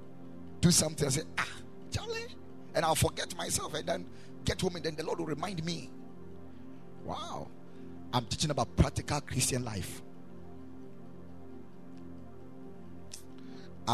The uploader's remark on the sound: Preached at the Ekklesia Chapel